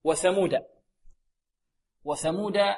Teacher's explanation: قلنا هذه الثاء تخرج من ماذا؟ من طرف اللسان مع أطراف الثنايا العليا